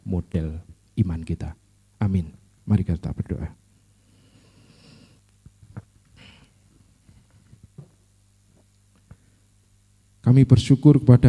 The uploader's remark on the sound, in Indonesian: Kebaktian Sore, 24 SEPT 2023 (LIVE)